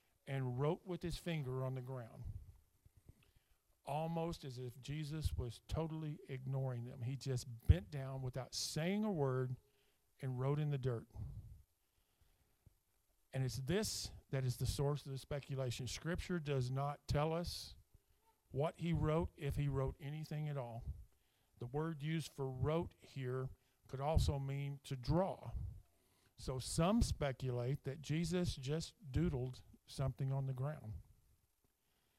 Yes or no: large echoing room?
yes